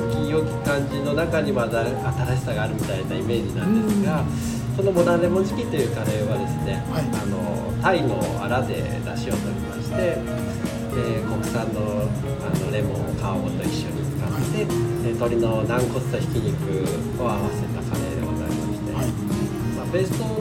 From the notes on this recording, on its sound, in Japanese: 神奈川平塚にある「ニューローズ」。実は今回、スタジオをを飛び出して平塚の「ニューローズ」まで収録に出かけたんですよ。雑誌連載の取材のかこつけてその場で収録をお願い、快諾してもらいました。